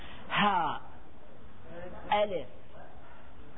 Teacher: الألف والهمزة والهاء، هذه حروف من حروف الحلق، هذه سميناها أقصى الحلق، يعني تخرج من أقصى الحلق